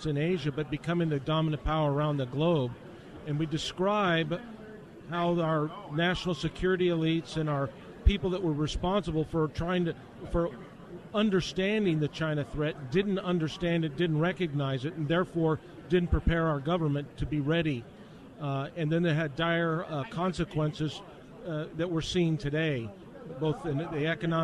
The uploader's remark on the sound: LIVE from CPAC for the second day in a row!